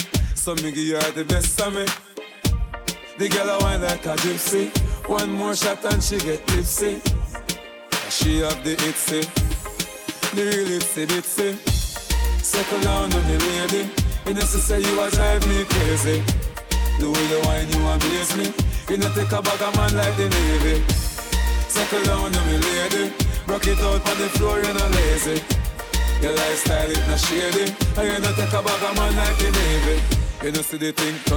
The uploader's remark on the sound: RECORDED WARM UP SET FROM RESIDENCY AT MISS LILY'S DUBAI